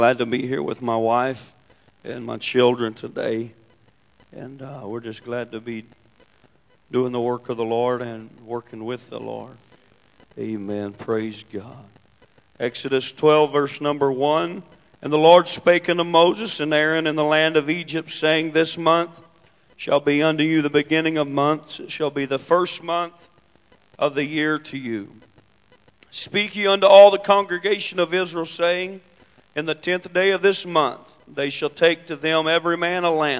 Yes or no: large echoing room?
yes